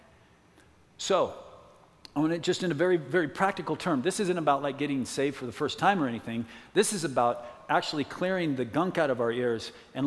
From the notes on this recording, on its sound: from the 2017 Southwest Men's Conference